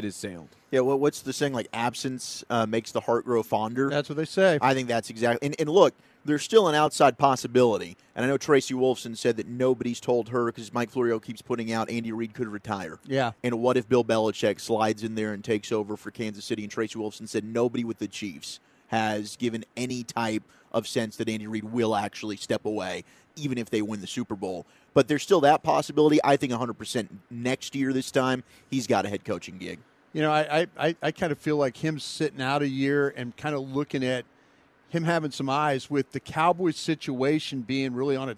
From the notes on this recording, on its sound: Top Sports Stories Live from Rangers Fan Fest at Globe Life Park.